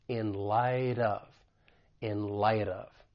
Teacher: For pronunciation, there are just two things that I want to point out, linking and a flap T. So the final T in light, because it comes between two vowel sounds with the American accent, I am going to pronounce it as a flap T. And then I can link that soft D with the vowel sound in of, in light of, in light of.